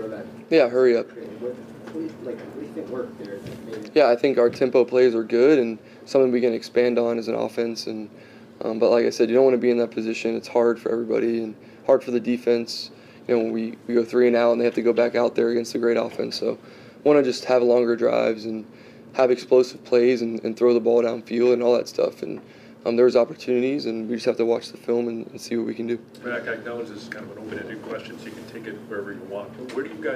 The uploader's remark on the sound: addresses the media during his postgame press conference on Sunday, October 29, 2023